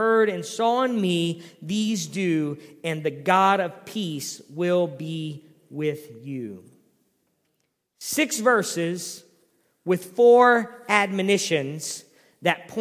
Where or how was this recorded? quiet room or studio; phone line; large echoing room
large echoing room